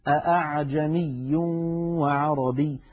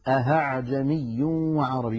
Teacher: الخطأ الثاني أن يقلب الإنسان الهمزة الثانية هاء · Shown in: second take · فيقول أهعجمي وعربي، ونسمعها أحيانا من بعض إخواننا غير المتقنين فيقولون أهعجمي، هذا لا يصح يا إخوتي لأنه قد أبدل الهمزة هاء أي حولها إلى حرف آخر، والتسهيل شيء والإبدال شيء آخر. · Term: إبدالها هاء